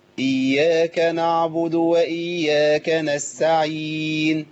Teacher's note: خدوا بالكوا التاء ممكن تختفي هنا تماما